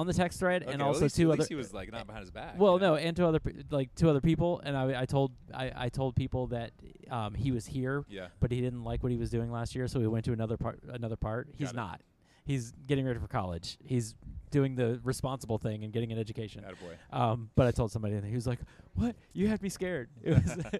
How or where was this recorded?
busy venue